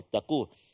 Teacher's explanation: Hati-hati supaya tak tertukar dengan kaf. Qaf dia belakang dekat pangkal lidah kan? Dekat belakang. · Term: huruf qaf